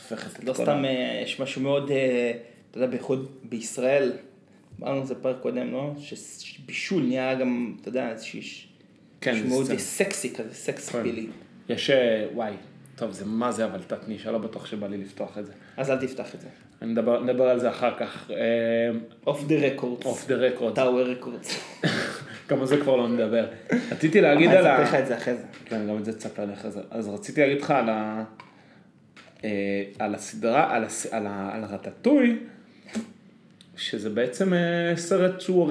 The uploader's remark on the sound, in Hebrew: הפעם הפרק הוקלט בפלורנטין ועל כן ניתן להבחין בהד המזוהה עם דרום העיר